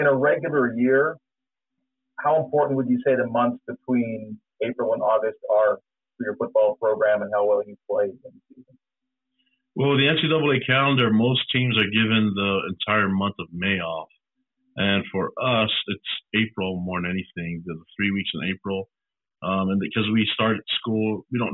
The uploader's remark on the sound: talked to the media via a teleconference